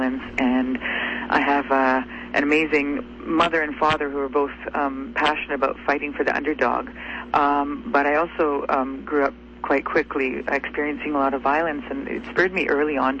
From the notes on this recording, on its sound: had a very special guest via phone